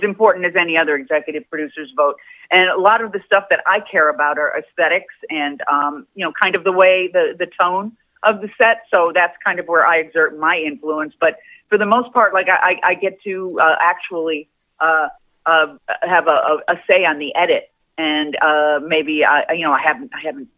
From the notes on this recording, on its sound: called